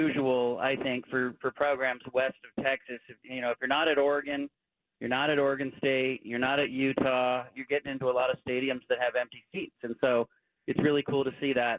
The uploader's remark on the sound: Calls in live from Salt Lake City and Rice Eccles Stadium.